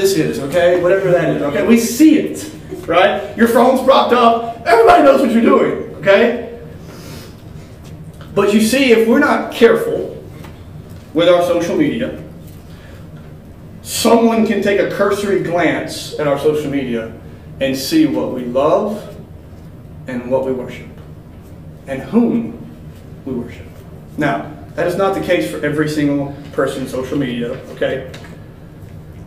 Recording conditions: large echoing room